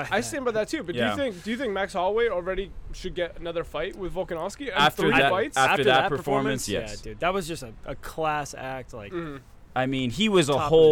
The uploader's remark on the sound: FLORIDA LIVE SHOW! LIVE from the Sebastian Tiki Bar and Grill in Sebastian, Florida!